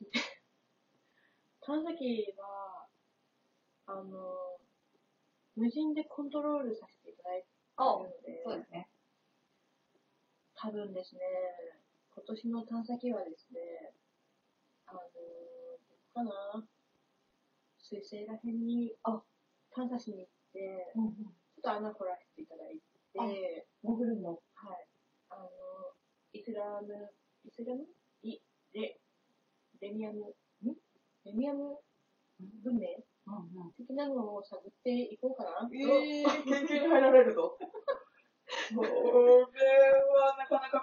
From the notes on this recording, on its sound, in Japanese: 対面収録なのになーんでこんな音声悪いかねww。音量無理やり上げたのでまた雑音すごいです泣。